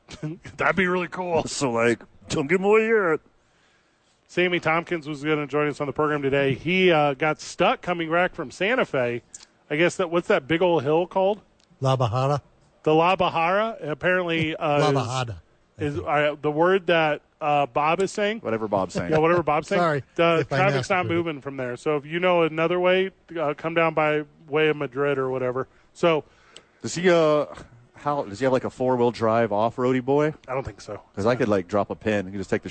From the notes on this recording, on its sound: live from Nob Hill at The ABQ Dukes Store!